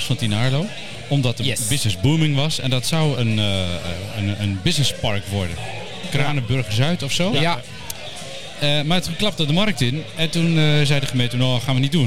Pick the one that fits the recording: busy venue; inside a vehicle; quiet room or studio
busy venue